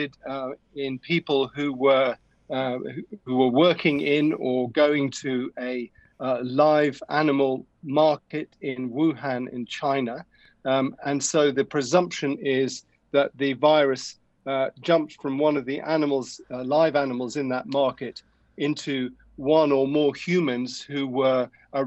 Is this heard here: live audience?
no